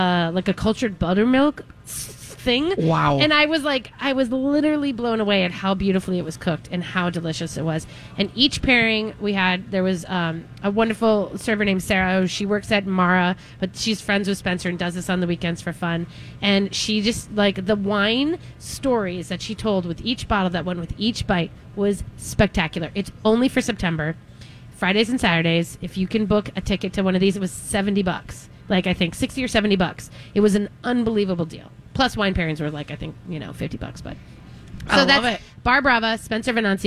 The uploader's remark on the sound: All while live at Kowalski's Market in Eden Prairie!